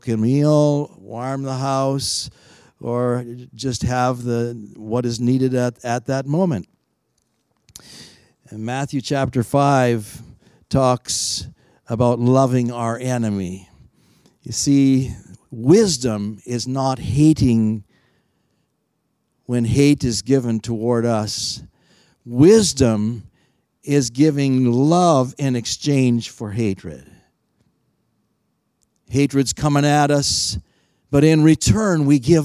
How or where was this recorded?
large echoing room